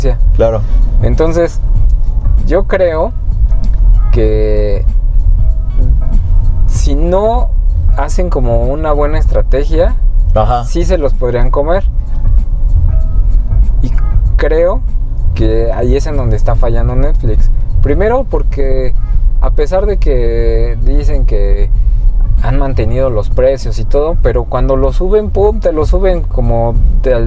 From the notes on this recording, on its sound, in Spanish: Este es el capítulo piloto de una serie de podcasts grabados en un auto en medio del tráfico de la CDMX.